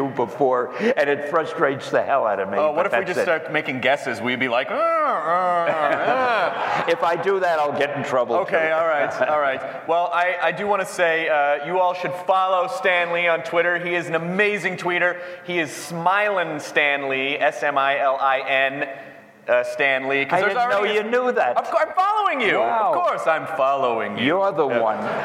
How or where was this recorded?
live audience